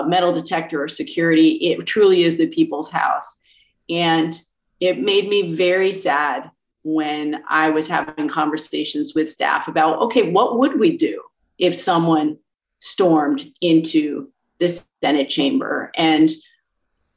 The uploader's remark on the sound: The historic Covid-19 session was conducted entirely online over Zoom. Was often eerily alone in her office at the Statehouse in Montpelier.